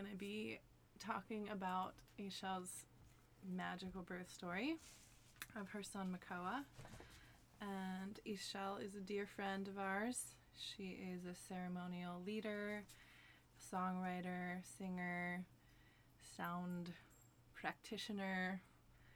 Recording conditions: background noise